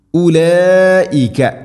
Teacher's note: മദ് മുത്തസിൽ നിർബന്ധമായിട്ടും നാലോ അഞ്ചോ ഹർക്കത്തിൻ്റെ ഖദറിൽ നീട്ടണം. മദ് മുത്തസിൽ വാജിബാണ്.